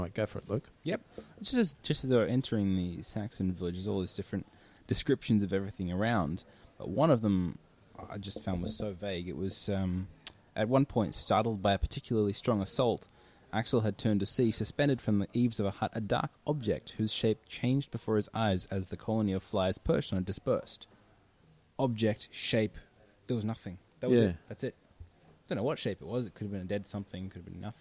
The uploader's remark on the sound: Recorded live at the Brunswick Street Bookstore.